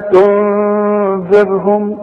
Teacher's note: النون دي ما دام بدون تشكيل بتخفى ما دام بعدها الذال وتغني